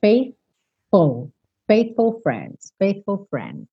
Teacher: Ir do th, que é a linguinha lá nos dentes da frente, para o F